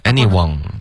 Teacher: one 是顶舌尖，OK。这别用后鼻音，您看它还不是那个网的那个音对啊 anyone 对，所以这个要注意，凡是好多英语吧、嗯、你要是只有读成一汉语的音了，你自己就得小心了。